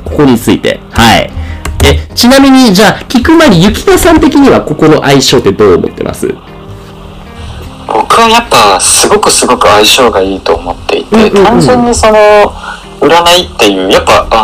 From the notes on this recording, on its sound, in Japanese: 今回機材トラブルで音割れが発生しております